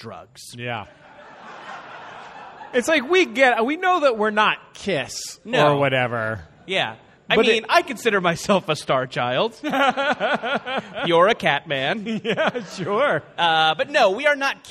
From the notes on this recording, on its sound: On stage at the Angel City Brewery in a very hot room in downtown Los Angeles for the final show of the Summer Boys of Summer Tour.